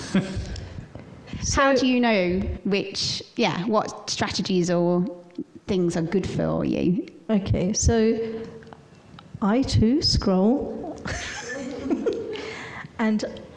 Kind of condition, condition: setting, live audience